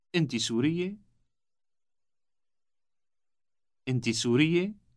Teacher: the question is formed only by rising intonation with no changes in its form